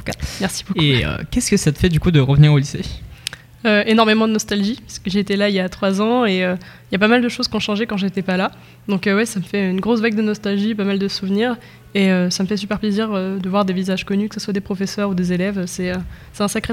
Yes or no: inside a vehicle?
no